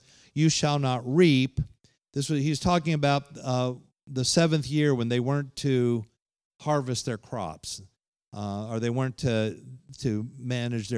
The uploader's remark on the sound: Holiness conference at The Pentecostals of Dothan.